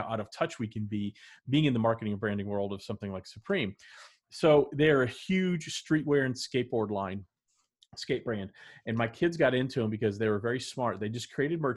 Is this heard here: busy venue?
no